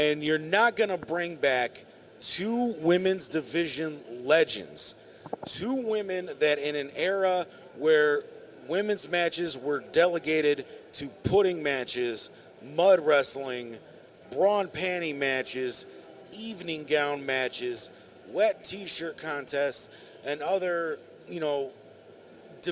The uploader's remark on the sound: LIVE from the Summit Racing Equipment Piston Powered Auto-Rama!